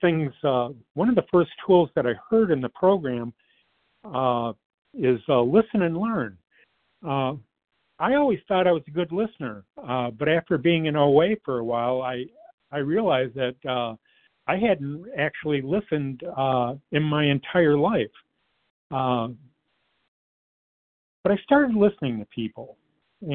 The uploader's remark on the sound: 100 Pounders Phone Meeting